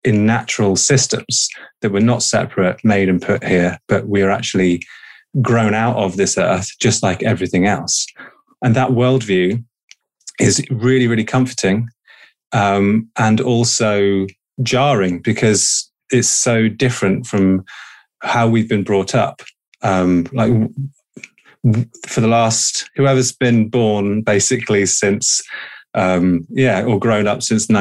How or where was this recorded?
video call